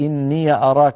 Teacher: بفتح ياء المتكلم، هكذا رواها الإمام نافع رحمه الله بفتح ياء المتكلم